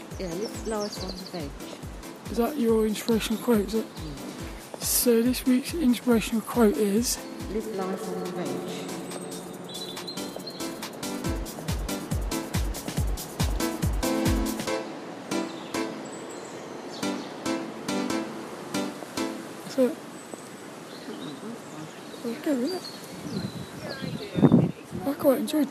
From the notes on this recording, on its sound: This 'About The Tings' episode was a walk and talk with Mum around Saltrum in Plymouth. The Silence Outside, Noises in the Cafe, and It's a bit Windy.